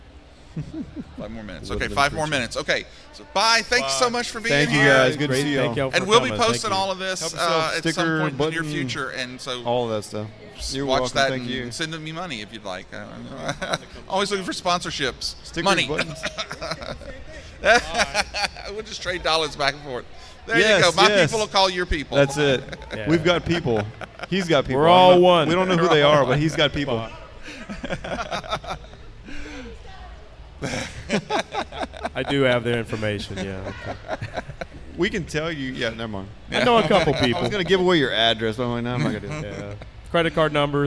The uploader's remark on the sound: Live from the 2024 Fan Expo New Orleans. Live from the 2024 Fan Expo New Orleans, I host a panel focusing on "Fave Fan Con Experiences."